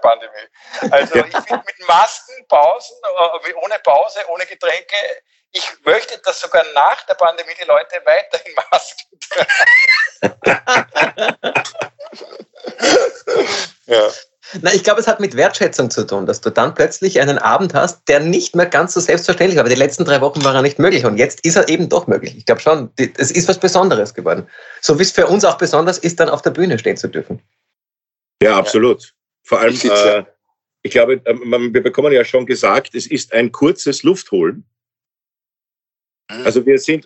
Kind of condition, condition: link, video call